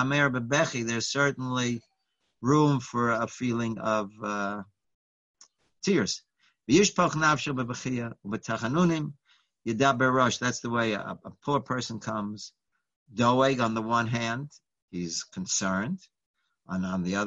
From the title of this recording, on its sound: Live On Zoom